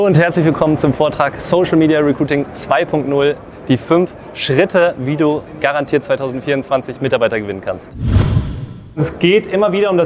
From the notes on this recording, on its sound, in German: Live Vortrag von der Nortec Messe 2024. In diesem Live Vortrag auf der Nortec Messe in Hamburg.